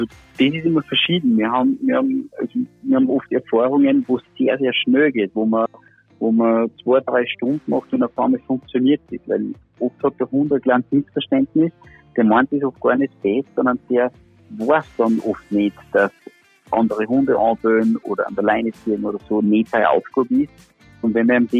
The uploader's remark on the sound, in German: Telefoninterview